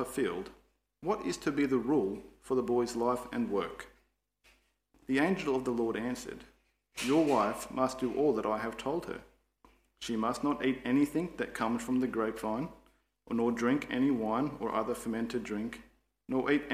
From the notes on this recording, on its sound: Preached 15/10/23 Am Service